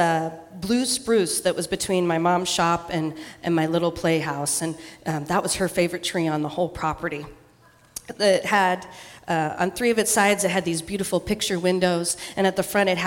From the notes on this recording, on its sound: Live in Dallas, OR. Portland Story Theater.